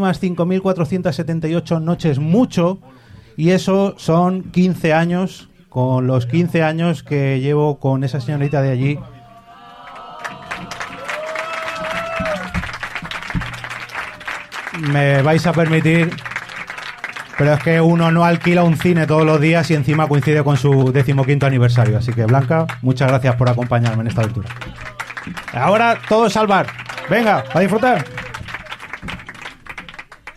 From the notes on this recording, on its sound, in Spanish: Podnights Madrid. Puse rumbo a Madrid, y allí, en directo, y ante un publico entregado. Está integro tal y como sucedió allí para mantener la esencia del directo.